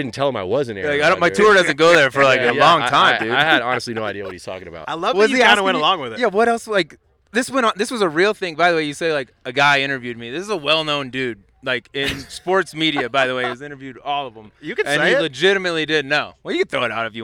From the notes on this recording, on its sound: Subpar live at the American Century Championship.